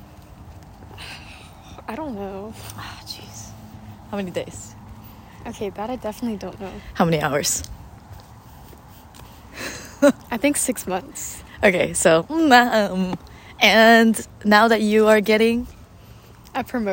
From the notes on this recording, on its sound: Come along with us as we roam around our neighborhood on a whim. The audio is recorded via my iPhone so you might hear us and the world around us. Back in Texas.